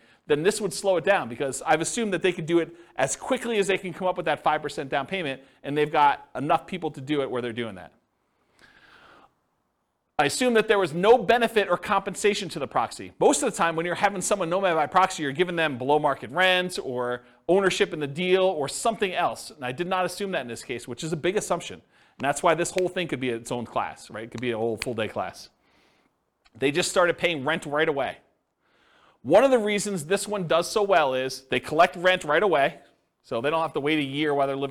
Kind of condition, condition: setting, live audience